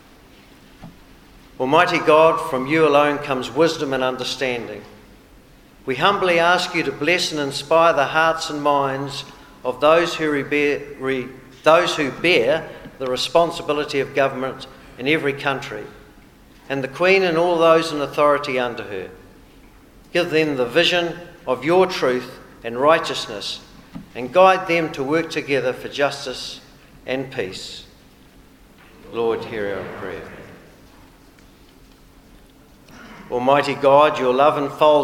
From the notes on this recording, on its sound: In this episode we hear the recording of the New Zealand Bomber Command Commemorative Service held in the Hall of Memories of the Auckland War Memorial Museum.